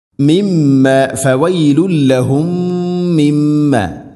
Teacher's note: സാക്കിന മീമിന് ശേഷം മീം, ഇദ്ഗാം മുതമാസിലൻ, ഇവിടെ മണിച്ചുകൊണ്ട് ഉച്ചരിക്കണം. ഒന്നാമത്തെ മീമിനെ രണ്ടാമത്തെ മീമിലേക്ക് ഇദ്ഗാം ചെയ്ത് ഒറ്റ മീം ശദ്ദ് നൽകിക്കൊണ്ട് ഗുന്നയോടുകൂടെ ഉച്ചരിക്കണം.